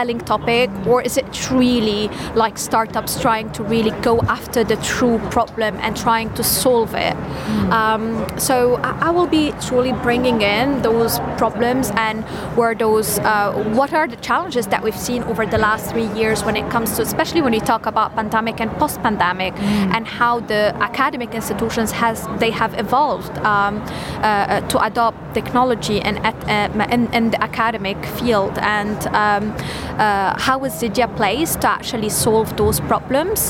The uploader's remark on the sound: Live from SEF 2024